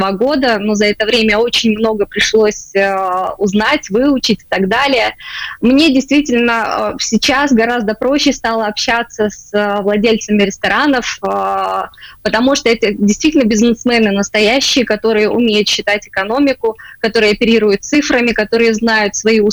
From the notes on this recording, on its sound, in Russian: В эфире программы «Открытая Кухня» созваниваемся